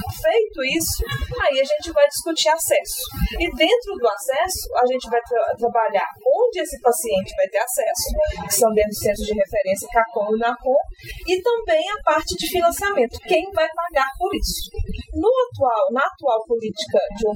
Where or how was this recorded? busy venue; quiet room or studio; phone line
busy venue